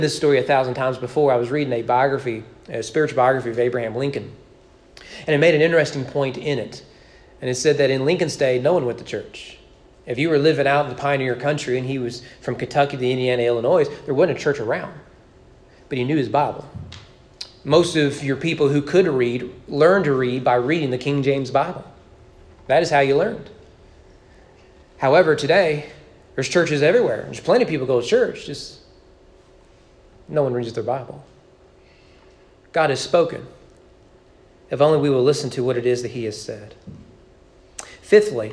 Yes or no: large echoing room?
yes